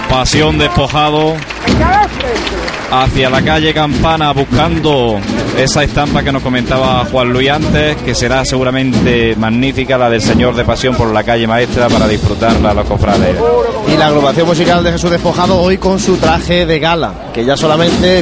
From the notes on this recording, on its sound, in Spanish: Pasión en Jaén. Lunes Santo 2014. Sonidos de la salida de Ntro. Padre Jesús de la Pasión Despojado de sus Vestiduras.